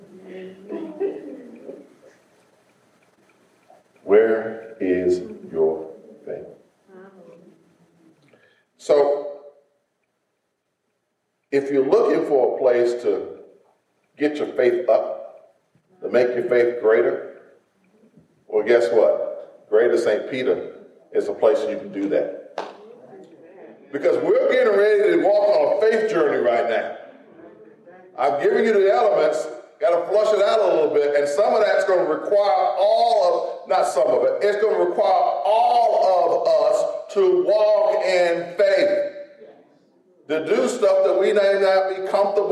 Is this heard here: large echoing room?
yes